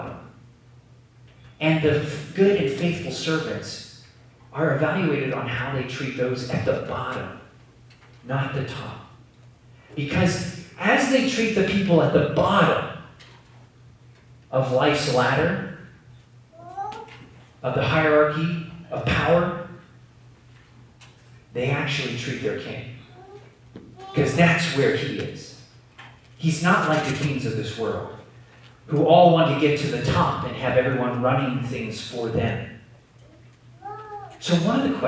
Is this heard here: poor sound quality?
yes